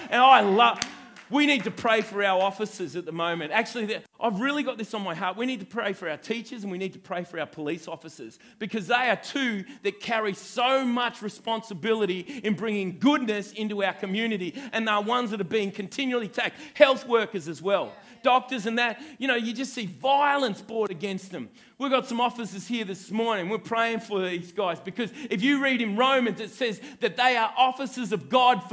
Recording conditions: large echoing room